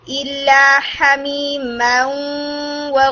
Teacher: آپ کی ساؤنڈ بہت زیادہ واؤ میں ہے، جیسے ہمی مئو نہیں ماؤں 50% ساؤنڈ آپ کی نیزل کیویٹی میں ہوگی اور پھر آپ واؤ کو ادا کریں گے · Term: غنہ